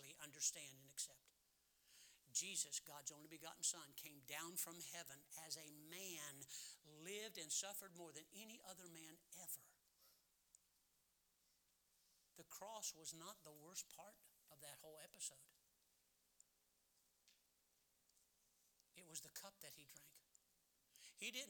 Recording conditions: large echoing room